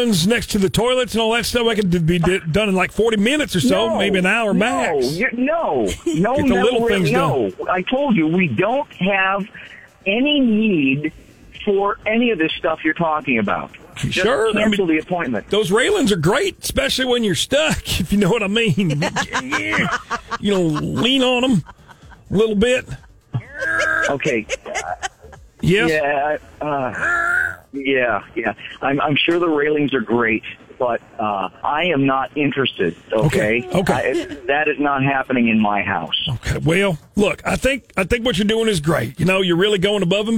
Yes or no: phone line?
yes